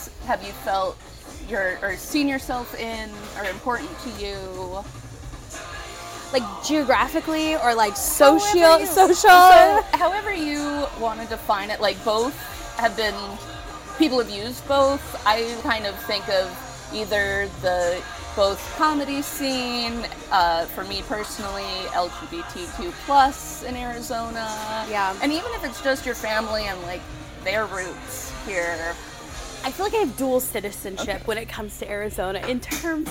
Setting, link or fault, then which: fault, background noise